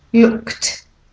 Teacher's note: With lots of air for the k and the t.